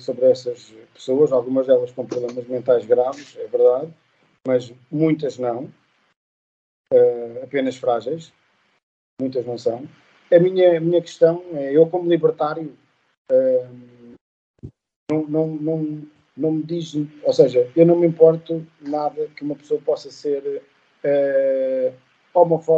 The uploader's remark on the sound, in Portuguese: O episódio foi gravado em circunstâncias difíceis e com resultados técnicos sonoros impróprios a tímpanos sensíveis.